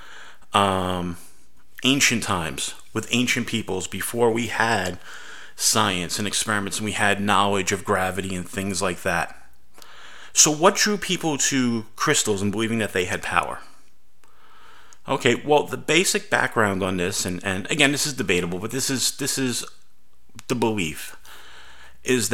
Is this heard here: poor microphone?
no